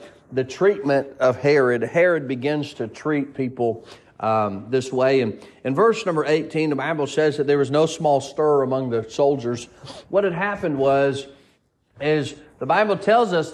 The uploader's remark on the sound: Sermon preached at Mid County Baptist Church.